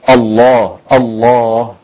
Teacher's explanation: اسم الجلالة اللام فيه مغلظة، ما ينفعش أقول الله.